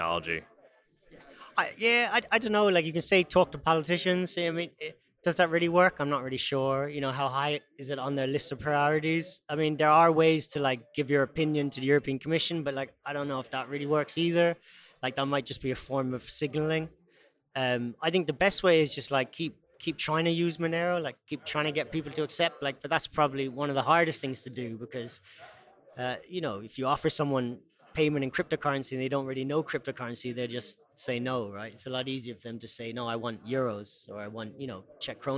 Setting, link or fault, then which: setting, busy venue